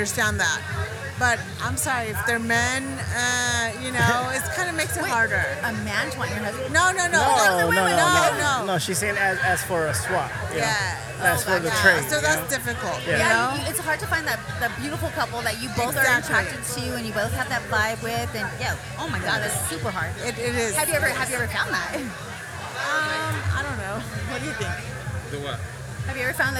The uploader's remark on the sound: recorded at Athena's, a lifestyle swinger hideaway